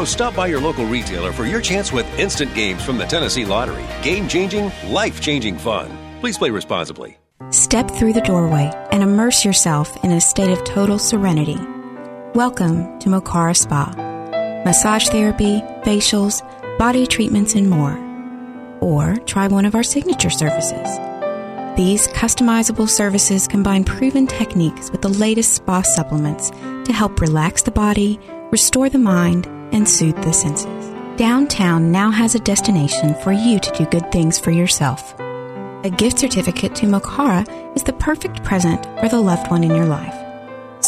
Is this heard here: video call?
no